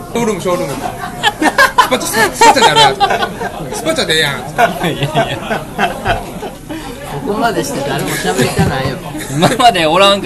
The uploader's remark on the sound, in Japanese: 引き続き焼き鳥屋での収録。音量バランスが崩壊しており。